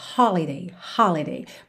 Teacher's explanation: holiday tem a sílaba tônica na primeira sílaba